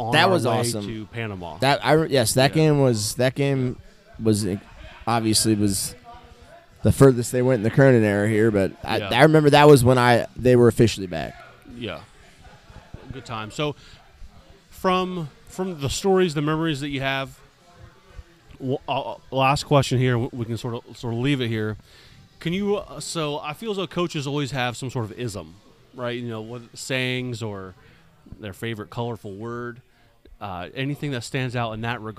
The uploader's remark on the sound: on location at DogBerry Brewing in West Chester